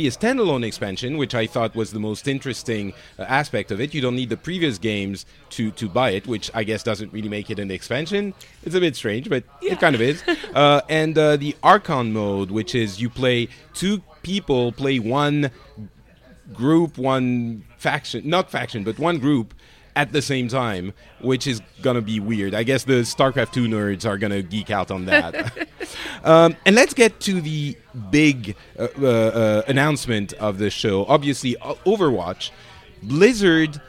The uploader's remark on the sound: This time we do a quick and dirty live report from BlizzCon 2014.